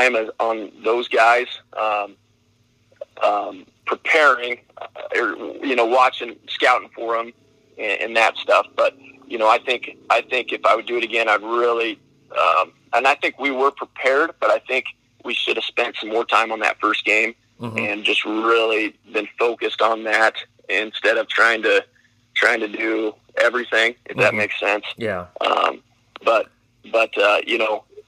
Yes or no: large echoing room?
no